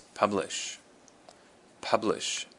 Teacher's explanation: the emphasis is on the first syllable, the pub